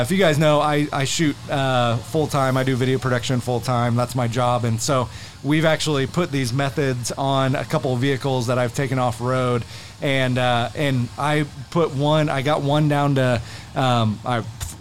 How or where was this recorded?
busy venue